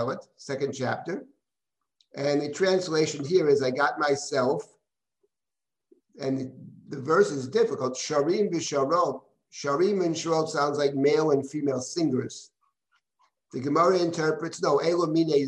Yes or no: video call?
yes